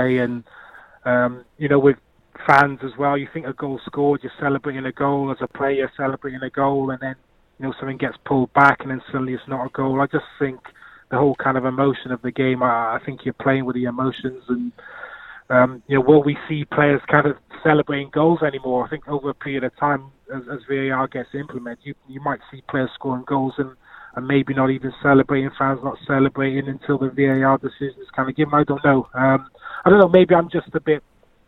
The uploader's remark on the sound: They were also joined on the phones